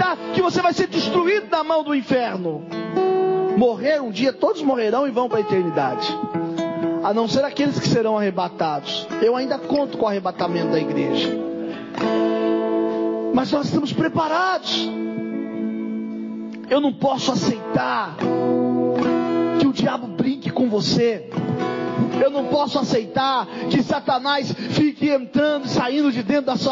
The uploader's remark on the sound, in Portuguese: Mensagem gravada em 09/04/2023 - Culto da Família